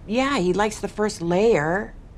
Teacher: Notice this intonation. It's kind of like, yeah, maybe, right? That is, it's like up, down, up.